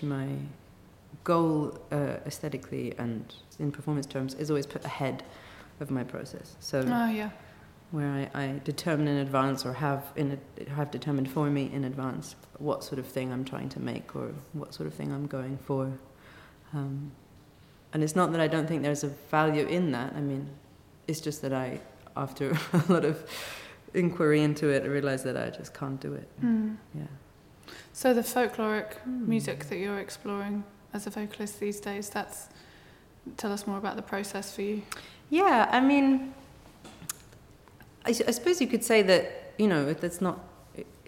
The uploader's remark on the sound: Recorded 12 December 2019 in the chapel at Oxford House.